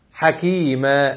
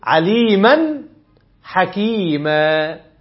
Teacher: لما جيت وقفت على حكيما مفيش تنوين، وقفت هنا حكيما، لكن لما جيت وصلت عليما حكيما ثبت التنوين في حال الوصل، يبقى التنوين يثبت وصلا لا وقفا ولفظا لا خطا.